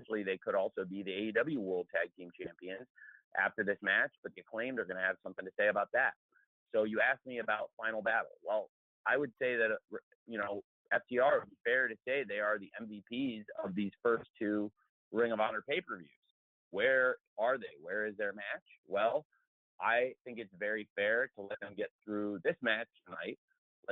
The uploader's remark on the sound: ROH Final Battle Media Conference Call